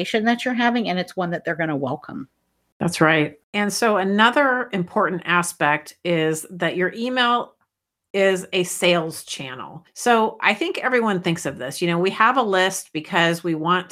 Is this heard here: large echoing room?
no